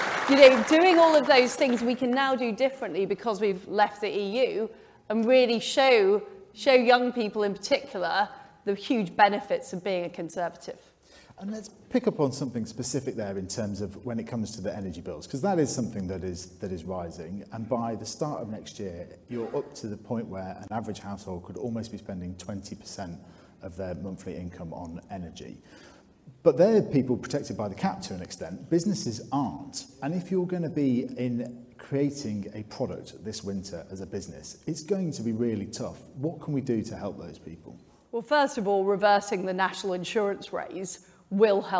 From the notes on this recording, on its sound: Conservative Leader Hustings. Q&A with the audience was interrupted by protestors, which we have for obvious reasons edited out. Otherwise, the interview is the same as it was live.